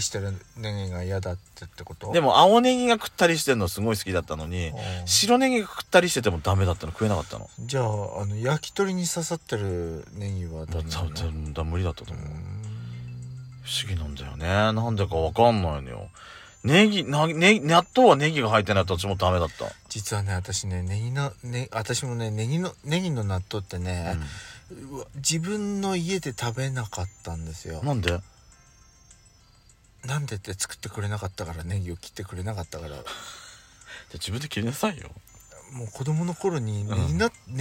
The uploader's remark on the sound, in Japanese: 2人組。パーキング収録。